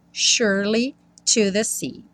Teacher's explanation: Então, like a river flows surely to the sea. Surely, o S tem um som de X, sh, sh, sh, e o E do meio não é pronunciado